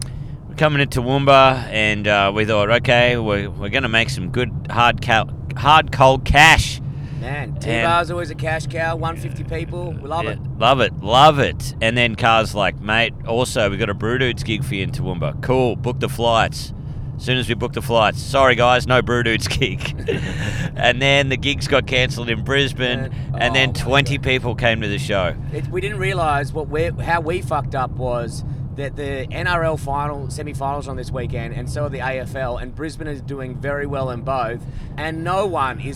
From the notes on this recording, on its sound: We are podding live from an electric vehicle